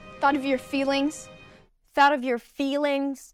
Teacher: She raises the pitch on feelings. That word is more stressed.